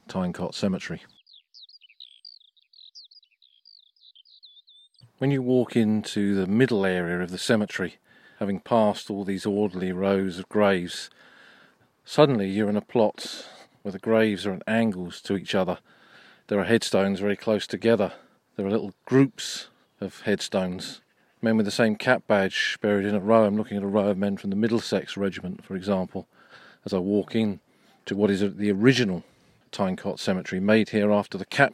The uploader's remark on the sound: Flanders: Tyne Cot Cemetery. This episode was recorded at Tyne Cot Cemetery a few weeks ago.